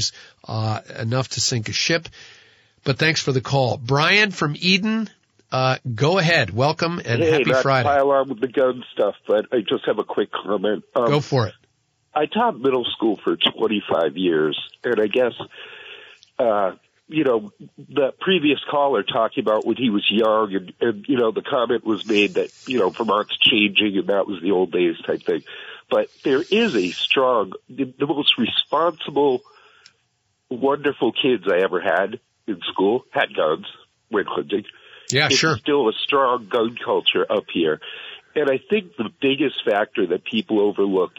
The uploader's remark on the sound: An Open Phones Show. Spend most of the show talking with listeners about a whole variety of topics.